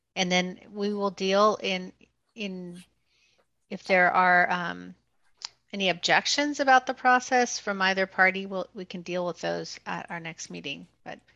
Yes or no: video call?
yes